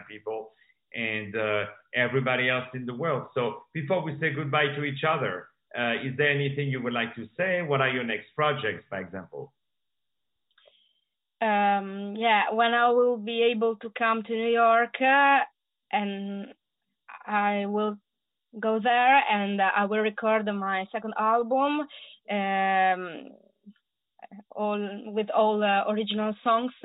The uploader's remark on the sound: On the Phone